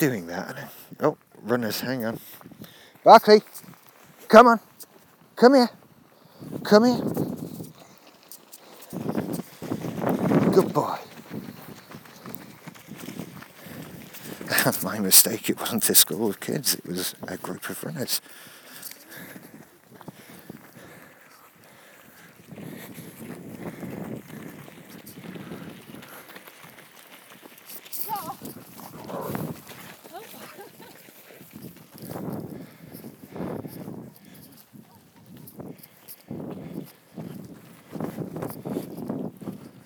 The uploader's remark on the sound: I was walking the dog and got bored.